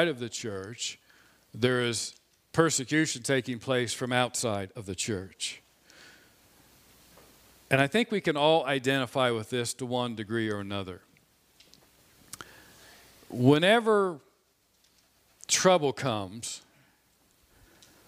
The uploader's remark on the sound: This sermon was preached on Sunday, April 25, 2021 from the pulpit of Grace Community Church in Berea, KY.